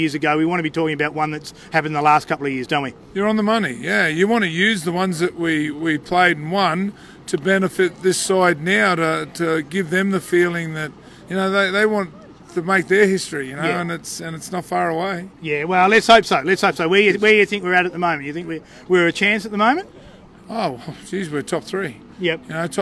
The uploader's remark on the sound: The Greenhouse Live was there! On location at Canberra Stadium, right after the game.